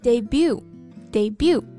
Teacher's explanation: 词尾的字母 T 不发音，所以是 debut。debut.